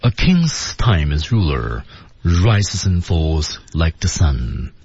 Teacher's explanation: 我们看一下语调，基本都是降调